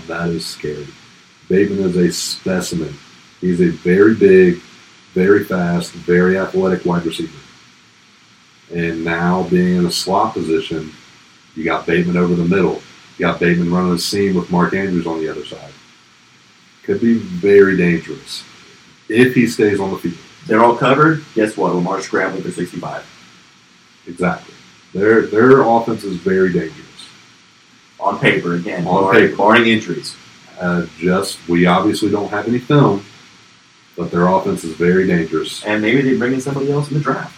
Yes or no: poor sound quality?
yes